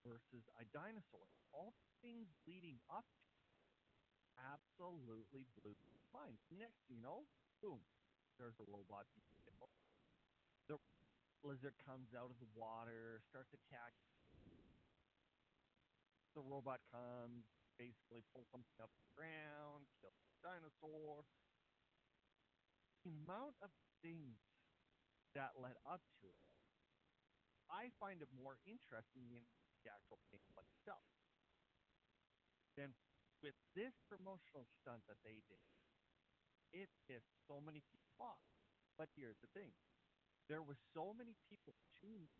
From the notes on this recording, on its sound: The audio is a little quiet cuz I tried something a little different.